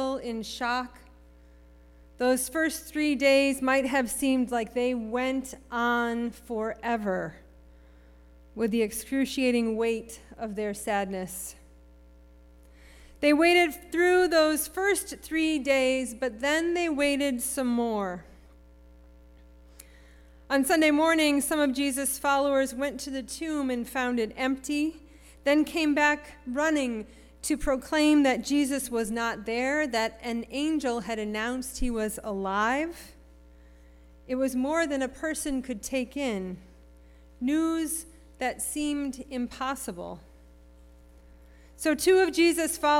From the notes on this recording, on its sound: Sermon preached at RCHP on April 23, 2023.